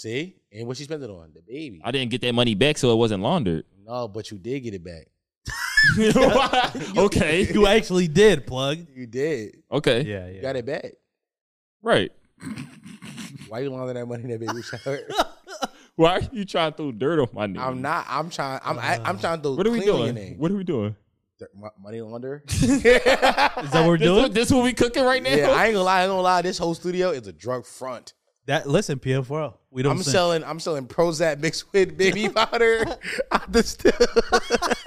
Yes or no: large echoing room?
no